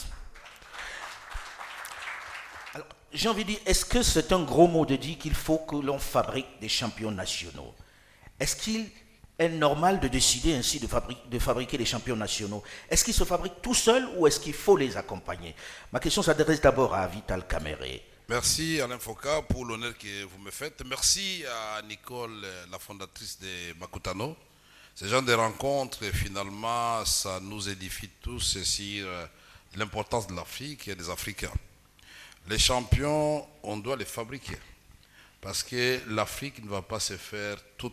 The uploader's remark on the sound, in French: Ce magazine a été enregistré à Abidjan lors de la 9ème édition du Forum Makutano